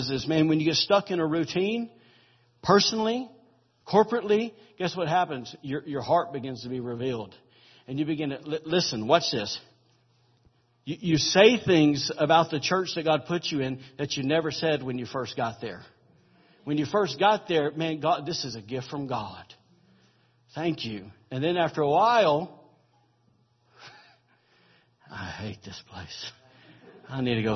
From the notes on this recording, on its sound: recorded October 29, 2017, during Sunday morning service at Celebration Life Family Church.